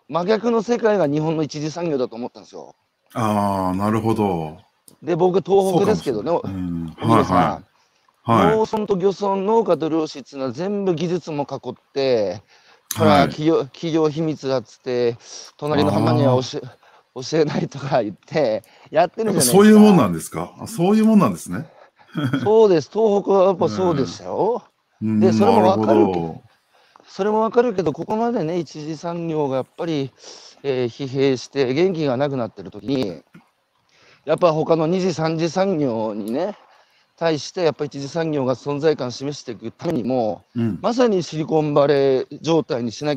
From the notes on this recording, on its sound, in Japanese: 歩くラジオ。歩きながら1時間、対談する。